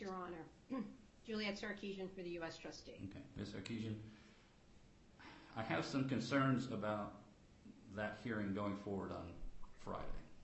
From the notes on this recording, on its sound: FTX/Alameda U.S. bankruptcy court hearing audio. Audio of the hearing on the bankruptcy court record.